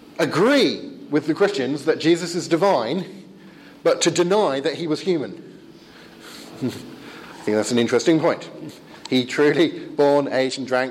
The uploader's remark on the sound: The second part of a pre-forum seminar delivered at the European Leadership Forum (ELF) in Wisla, Poland. I forgot to record the first half!